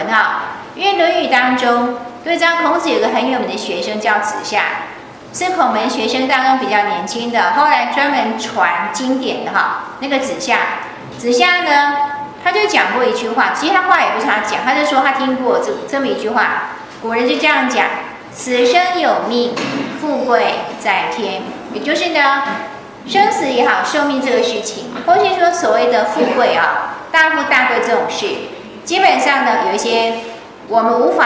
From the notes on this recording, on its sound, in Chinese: 依舊是美國洛杉磯掌院的上課錄音。因為是親和集會，調子很輕鬆，講了不少故事。加上是現場錄音，可以感覺到美國同奮滿滿的熱情。